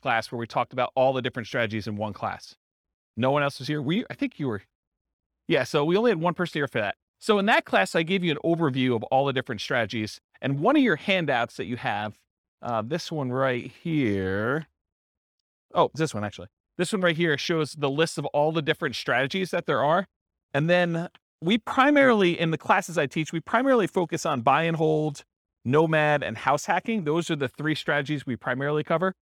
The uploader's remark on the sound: This was a live class recorded